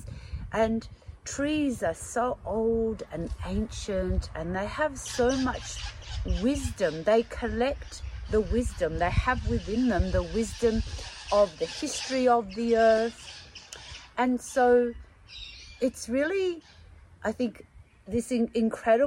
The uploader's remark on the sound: On this special outdoors episode of The Australian Ghost Whisperer, we head into the great outdoors.